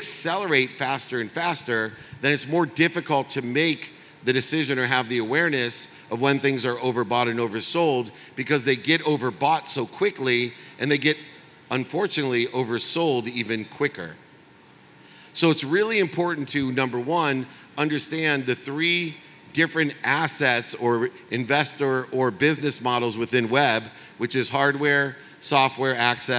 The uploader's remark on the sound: speaks at the AIBC Conference in Dubai